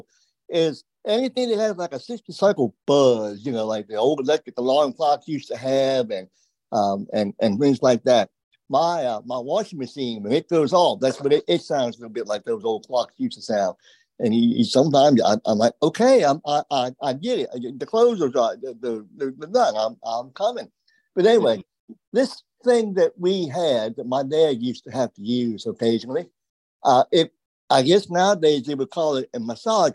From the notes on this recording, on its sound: Originally Broadcasted June 26, 2023, on ACB Zoom